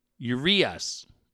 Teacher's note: The emphasis is on the last syllable.